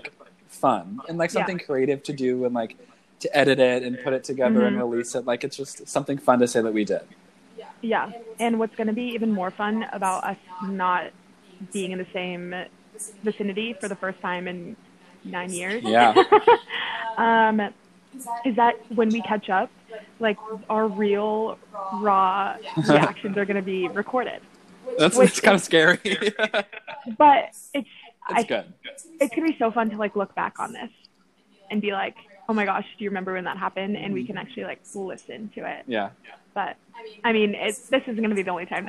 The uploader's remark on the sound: There are some audio problems that should be fixed starting episode two.